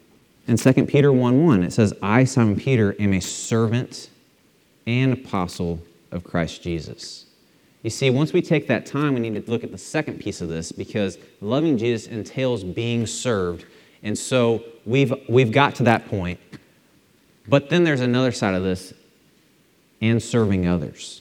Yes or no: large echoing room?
yes